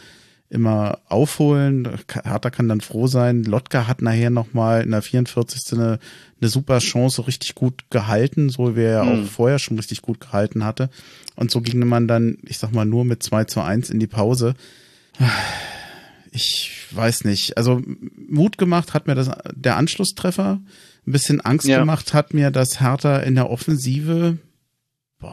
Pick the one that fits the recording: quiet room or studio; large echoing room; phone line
quiet room or studio